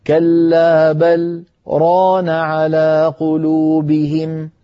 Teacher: سكتة خفيفة أقصر من زمن التنفس